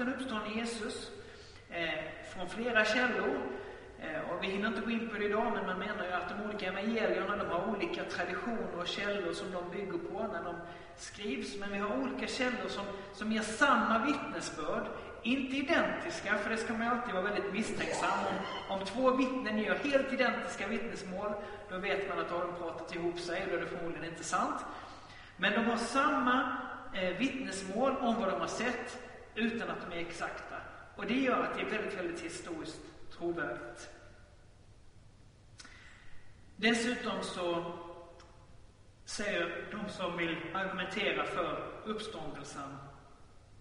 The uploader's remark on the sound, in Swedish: Inspelad i Baptistkyrkan Tabernaklet i Göteborg.